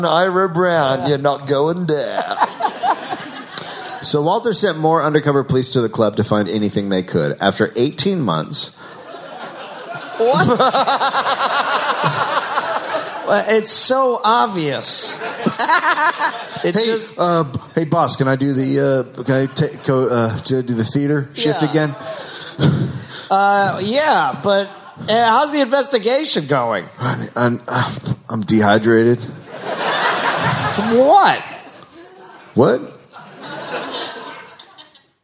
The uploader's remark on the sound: Live in SF.